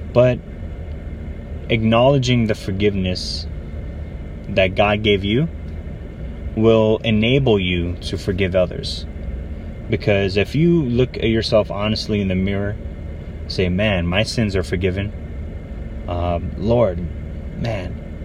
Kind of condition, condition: setting, outdoors